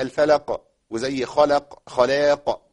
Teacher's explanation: والقاف هنا مش مشدده، بقف عليه بقوه اقل من المشدد، ده بيسمى المرتبة الثانية من مراتب القلقلة